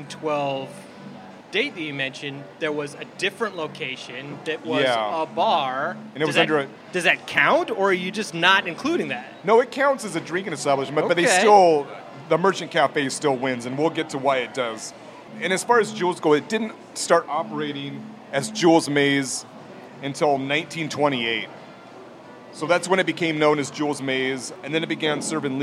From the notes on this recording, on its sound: A special guest from Seattle's bar scene. Recorded live at Zoo Tavern on 7/7/2022.